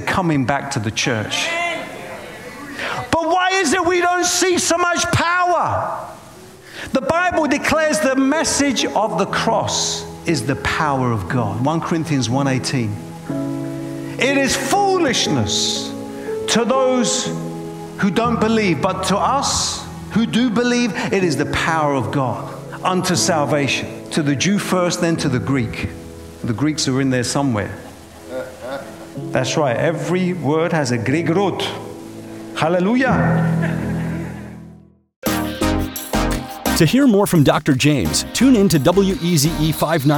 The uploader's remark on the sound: preaching at a Church in Boston